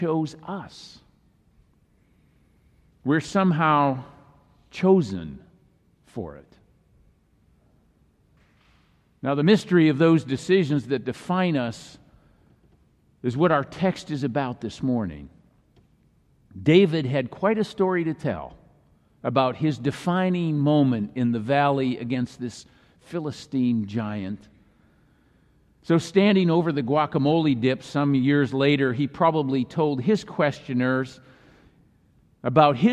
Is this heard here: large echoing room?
yes